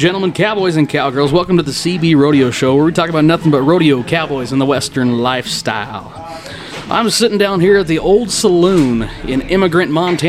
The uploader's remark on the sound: Recorded from Old Saloon in Emigrant Montana. As we were recording we had some visitors come talk with us. As always this is unedited and uncut. There is some swearing and bar noise in the background.